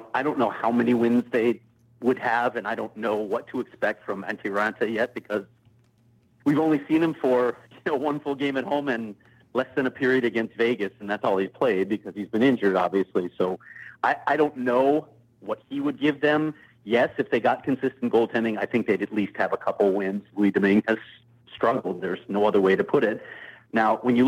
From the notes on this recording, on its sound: Is on location, but he calls.